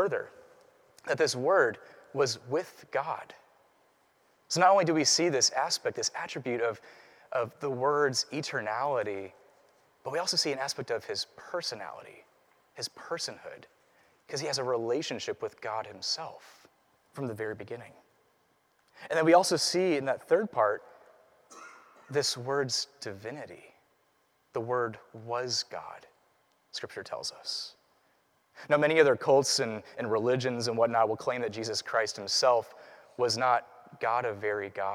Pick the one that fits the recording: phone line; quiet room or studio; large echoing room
large echoing room